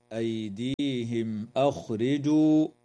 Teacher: وتظهر الميم الساكنة عند الهمزة في قوله تعالى أيديهم أخرجوا، وتخفى النون الساكنة عند الفاء مع الغنة مرققة في كلمة أنفسكم.